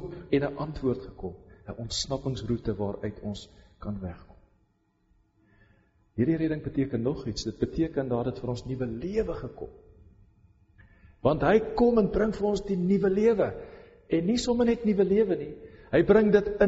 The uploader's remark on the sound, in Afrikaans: Preek opname tydens Loughton diens